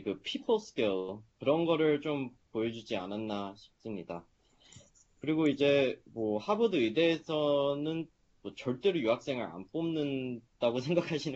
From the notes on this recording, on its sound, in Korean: Skype세미나에 참여한 하버드 의대 3학년생.